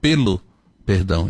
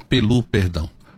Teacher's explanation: A sílaba tônica da palavra está na primeira sílaba, pelo perdão, e não pelu perdão. · Shown in: first take